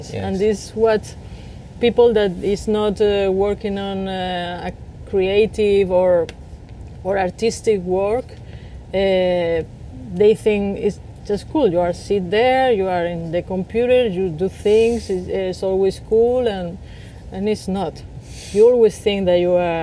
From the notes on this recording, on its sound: Was recorded over lunch in her garden in LA.